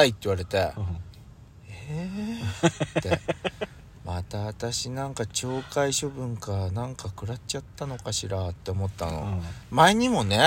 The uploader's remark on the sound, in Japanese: 2人組。パーキング収録。